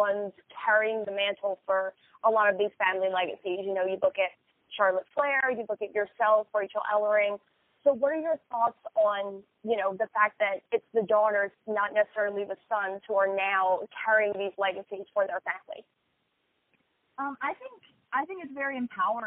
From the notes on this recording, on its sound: Media Teleconference Interview